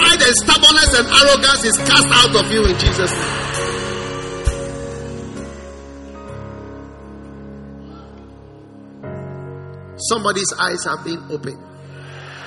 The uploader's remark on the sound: Preached at the First Love Gathering Service.